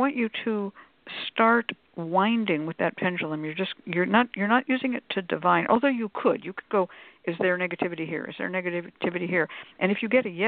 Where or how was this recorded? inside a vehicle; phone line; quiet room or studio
phone line